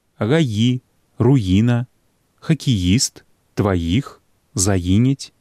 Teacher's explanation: У сярэдзіне слова «й» – ёт развіваецца пасля усякага галоснага перад «і».